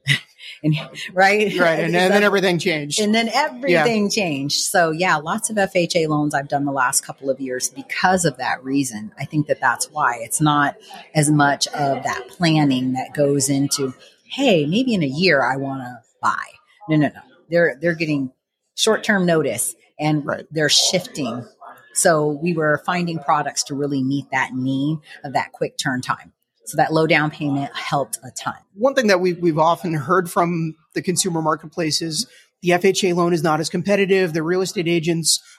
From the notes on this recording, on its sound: Sat down in person with Las Vegas-based sales manager at loanDepot. At our recent HousingWire Annual conference.